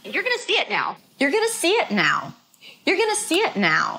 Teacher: This is a common pattern where a sentence starts with higher notes. You're gonna see it now, but see is the word that sticks out, that is longer.